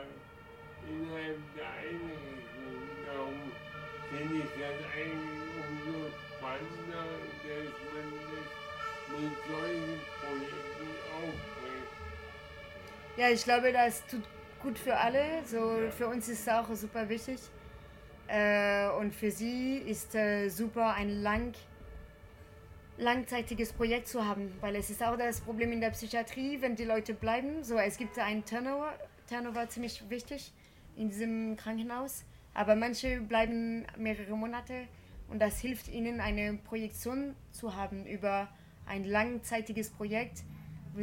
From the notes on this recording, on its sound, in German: Bei dem Theaterfestival des Nie-Theaters. Sie erzählte mir, dass sie eine Performance extra für diesen Ort entwickelt hat.